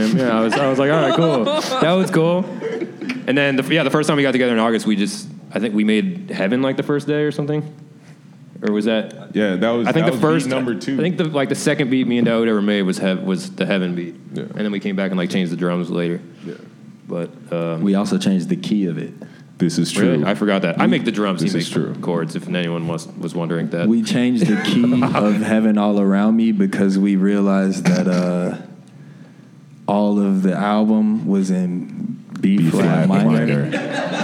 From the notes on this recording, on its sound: At a panel recorded at the Ace Hotel in Chicago